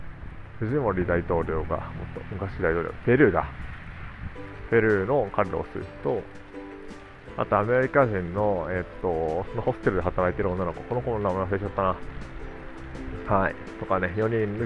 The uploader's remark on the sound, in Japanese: カッパドキアで雨の中彷徨いながら収録。